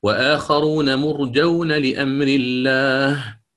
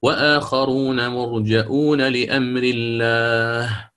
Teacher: الإمام أبو عمرو يقرأ مرجؤون بالهمز · Shown in: second take · وآخرون مرجؤون لأمر الله، ولذلك الهمز هنا محذوف ليس له صورة في الرسم، يوضع بين الجيم والواو.